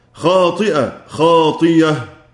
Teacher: يبدلها حمزة وقفا ياء مفتوحة